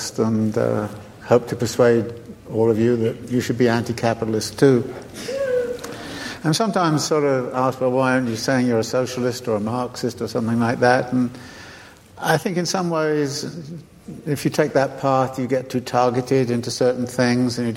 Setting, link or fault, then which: setting, large echoing room